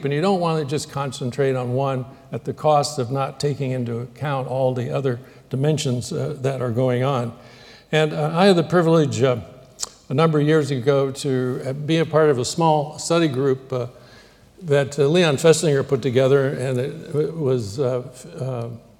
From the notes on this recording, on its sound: Recorded 20 October, 2009 at the Playfair Library Hall, the University of Edinburgh.